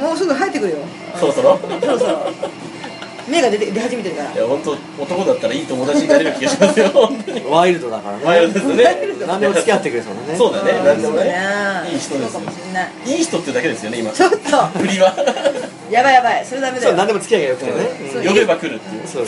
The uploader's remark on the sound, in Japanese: 某ステーキハウスにてこっそり収録。閉店間際だってイイからイイから。